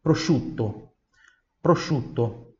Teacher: O I e o U eles se fundem na pronúncia.